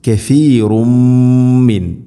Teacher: കഫീറുമ്മിൻ, തൻവീന് ശേഷം മീമുണ്ട്. മീമിന് തൻവീന് ശേഷം മീമു വന്നാൽ ഇദ്ഗാം ബിഗുന്ന, തൻവീനിനെ മീമിലേക്ക് ചേർത്ത് മണിച്ചുകൊണ്ട് ഉച്ചരിക്കണം. കഫീറുമ്മിൻ.